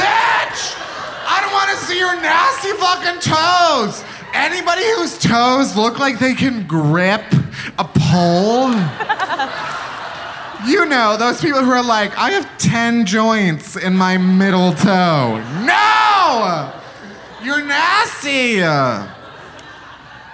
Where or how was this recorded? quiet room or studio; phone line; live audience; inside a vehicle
live audience